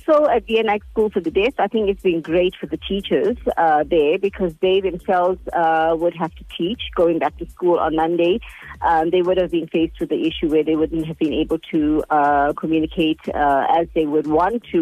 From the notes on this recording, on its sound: joins me live on the line now